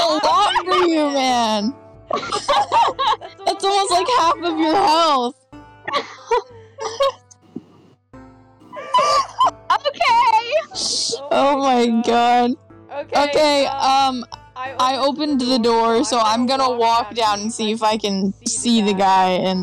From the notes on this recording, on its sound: apologies for the audio mishaps.